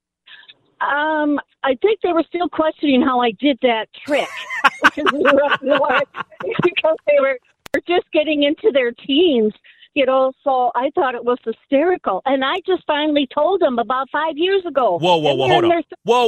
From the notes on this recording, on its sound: Takes these questions to the phone lines and lets the listeners offer their thoughts.